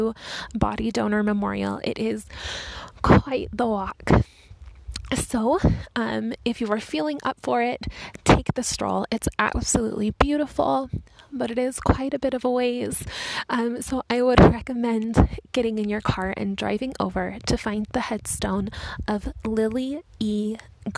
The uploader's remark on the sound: Walking tour of the Salt Lake City Cemetery